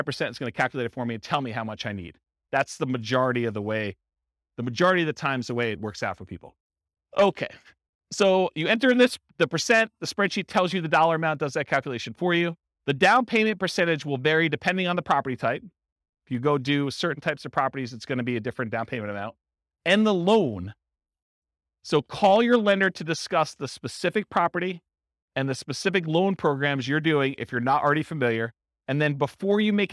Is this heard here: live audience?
yes